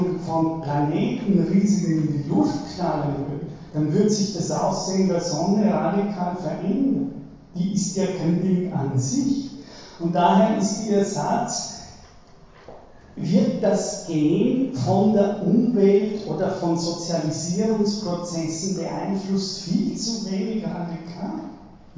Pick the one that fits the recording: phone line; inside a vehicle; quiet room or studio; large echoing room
large echoing room